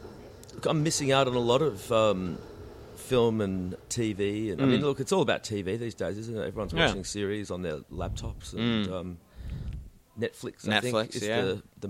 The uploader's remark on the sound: Recorded live at the Brunswick Street Bookstore.